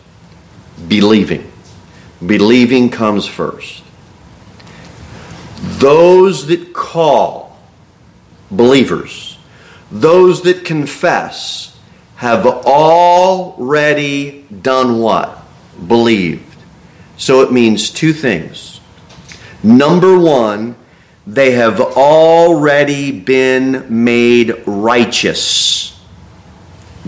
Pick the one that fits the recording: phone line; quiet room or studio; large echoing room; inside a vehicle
large echoing room